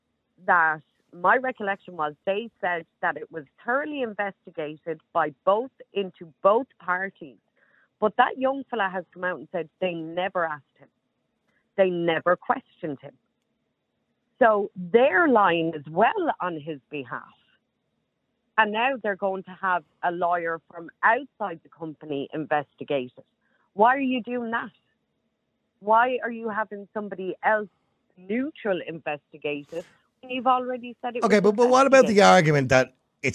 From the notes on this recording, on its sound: he opens up the phone lines to engage with his audience, allowing callers to share their opinions